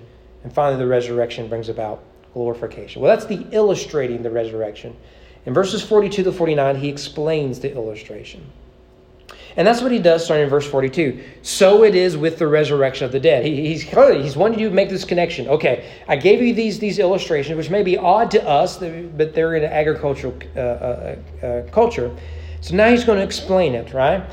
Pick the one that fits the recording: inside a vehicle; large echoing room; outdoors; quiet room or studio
large echoing room